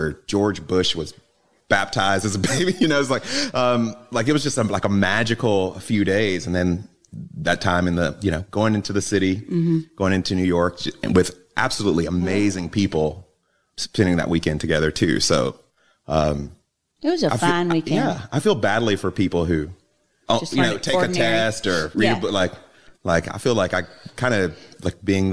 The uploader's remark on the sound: This conversation was recorded at The Micah Center in front of a small audience during the LTM All Day event.